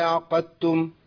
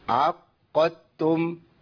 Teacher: عندي 2 مشددين، القاف مشدده والتاء مشدده · Shown in: second take